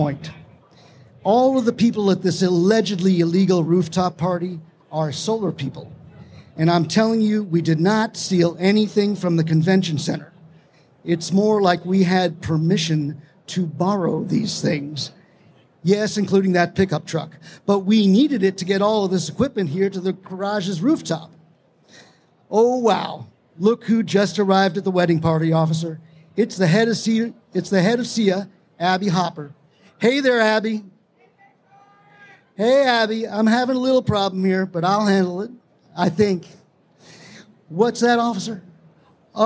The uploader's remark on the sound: Let's Get Married at RE+ in Vegas (Live from Las Vegas). You’ll hear a live storytelling about two solar pros who decide to get married at a solar conference in Las Vegas.